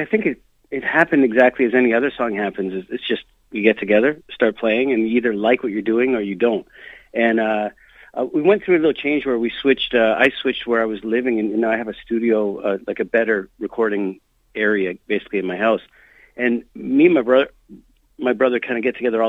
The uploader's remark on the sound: called